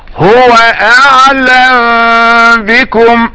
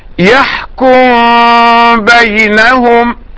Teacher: أخفى الميم عند الباء مع المحافظة على الغنة · Term: الإخفاء